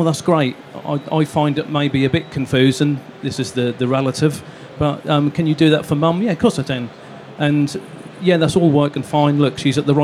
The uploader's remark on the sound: Recorded live at InstallerSHOW. For a live chat in front of an installer audience on our stand at InstallerSHOW in Birmingham.